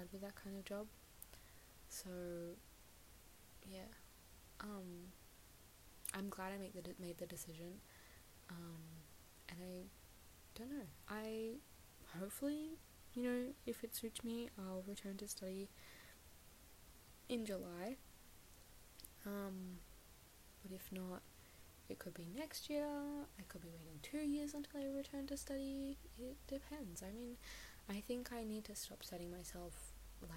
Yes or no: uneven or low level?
yes